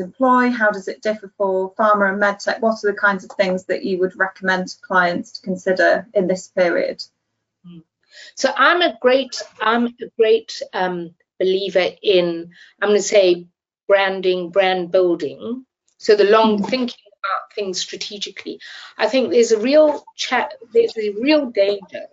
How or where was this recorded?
video call